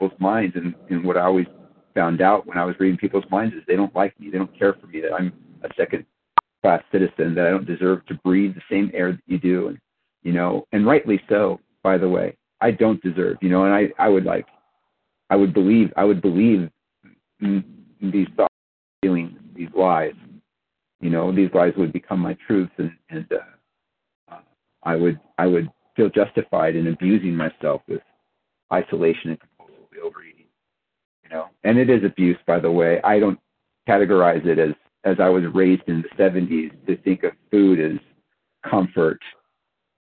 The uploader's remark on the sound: 100 Pounders Phone Meeting